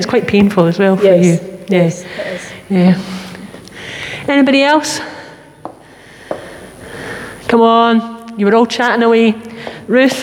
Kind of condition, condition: setting, large echoing room